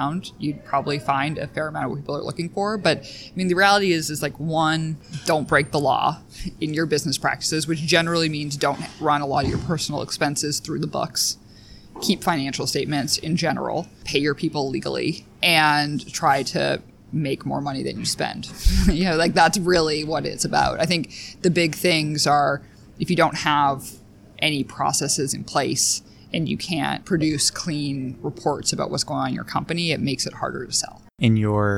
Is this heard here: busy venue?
yes